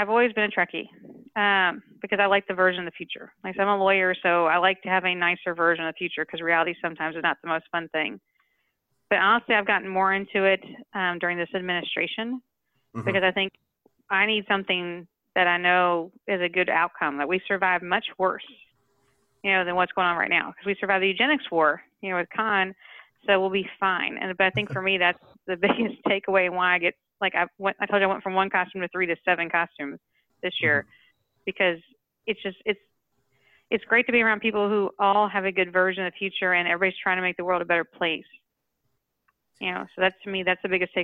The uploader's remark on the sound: Gets on the phone with three guests who attended this year’s STLV convention.